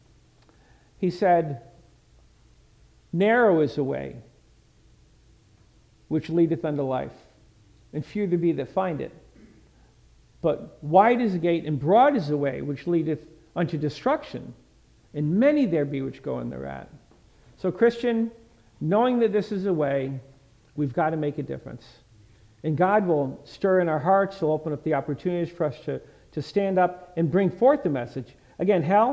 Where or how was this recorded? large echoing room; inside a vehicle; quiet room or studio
large echoing room